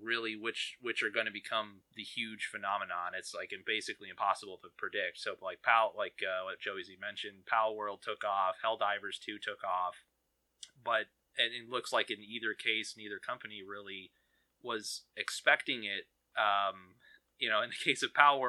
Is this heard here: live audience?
no